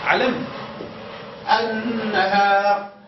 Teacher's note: قال هنا بالنسبة أصل الكلمة هو نهار نهار نهار نكر أنا ونهار كنا بحبوا نعرفوه النهار عرفوها بالألف ولا اللام اللي الساكنة قال تضغموا في النون فتصير النون معناها مشددة ولكن قالوا مش مباشرة تضغم اللام في النون قال تحول اللام إلى نون ثم تضغم في النون التالية